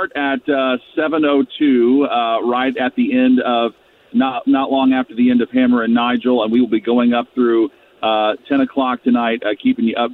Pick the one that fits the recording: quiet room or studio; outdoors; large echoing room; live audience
outdoors